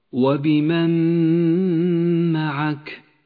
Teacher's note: تدغم النون بحرف الميم أما النون فإنها لا تلفظ ولذلك لونت بالرمادي وأما الميم تشدد وتغن بمقدار حركتين ولذلك لونت · Term: الإدغام بغنة